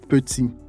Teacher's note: Petit est formé des voyelles antérieures, le E, le I. On le dit sur le bout de la bouche